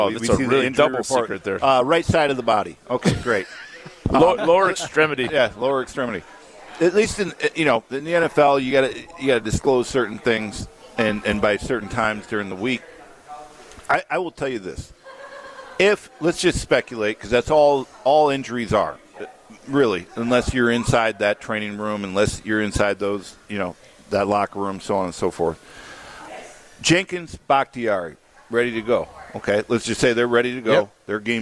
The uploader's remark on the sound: live from The Great Dane in Fitchburg.